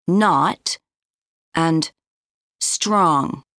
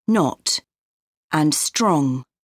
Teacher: In North American English, O often sounds like ah · Shown in: first take · or ah. For example, not and strong, in contrast to British English, not and strong.